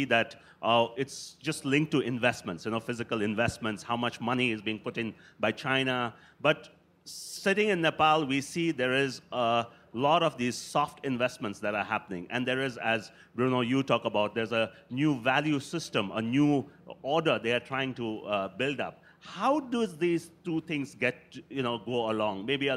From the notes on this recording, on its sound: A live session from #JaipurLitFest2020.